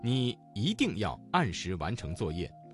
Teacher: 一定这个词当中的一在四声之前，它的读音就变成了二声